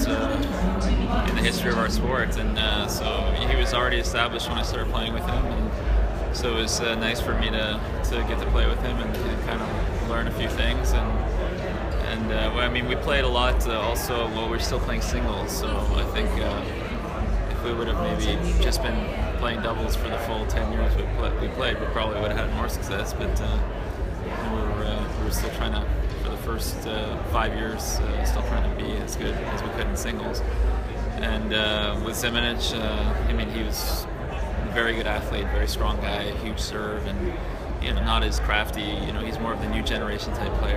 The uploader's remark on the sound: Media Scrum Interview